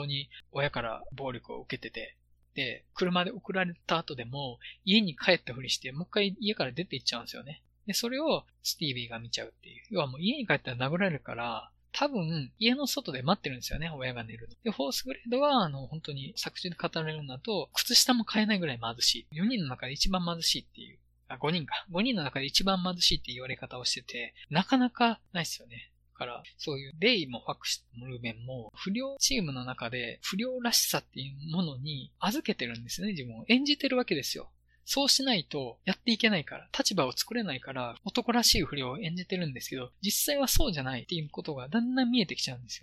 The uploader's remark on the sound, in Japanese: 録音環境が良くなかったらしく、音割れがしばしば生じています。聞き苦しくてすいません。一度録音をミスって70分間の話を録音できなくて、再収録したのが公開分の音声になります。